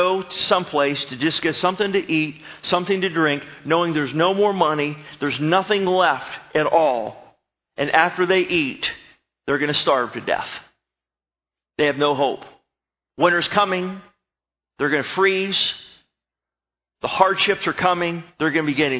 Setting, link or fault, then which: setting, large echoing room